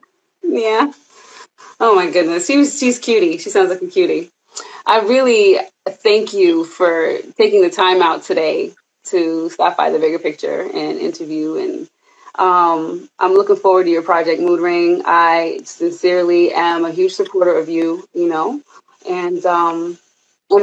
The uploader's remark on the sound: in a special Instagram Live #WFH edition